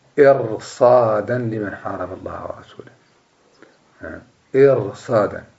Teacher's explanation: والراء هنا وقعت بعد كسر لازم ولكنها لم ترقق لأنها جاء بعدها الصاد